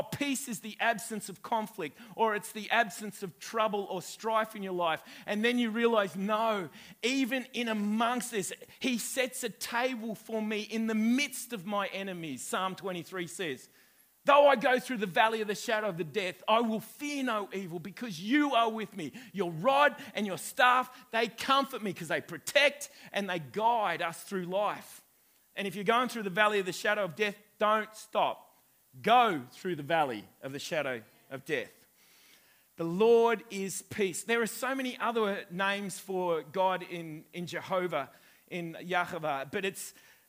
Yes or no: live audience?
yes